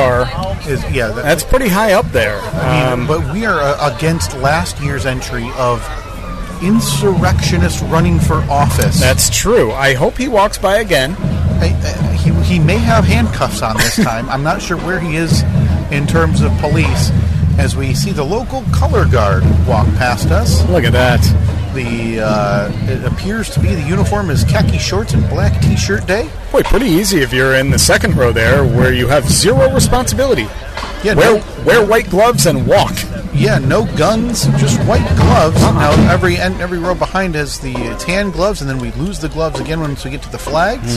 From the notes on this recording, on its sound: Memorial Day Parade-Cast 2023! The first 15 minutes of audio sound pretty rough. Once we got it dialed in (somehow?), it actually sounded half decent…at least, as decent as a podcast recorded in the bed of a 1988 Jeep Comanche while attending a parade can sound!